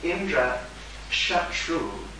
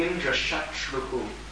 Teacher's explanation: Instead of saying Indra Shatru, he said something like Indra Shatruhu, the Visarga, the doubled syllable at the end · Shown in: second take